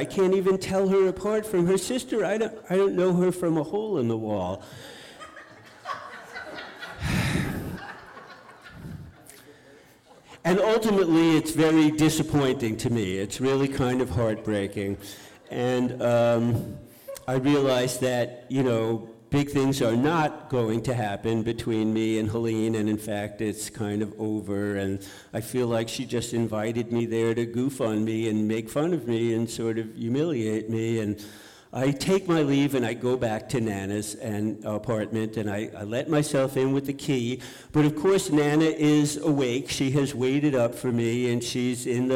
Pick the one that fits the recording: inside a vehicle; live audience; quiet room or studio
live audience